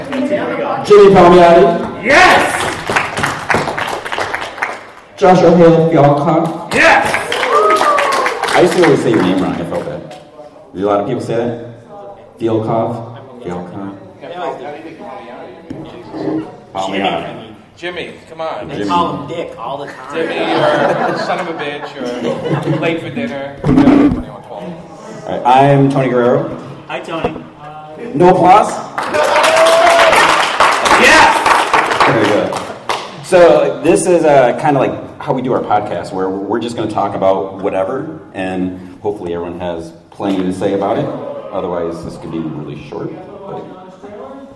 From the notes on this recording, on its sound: This is recorded live so it's not the greatest audio